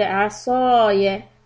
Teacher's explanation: keep the sad heavy, ya short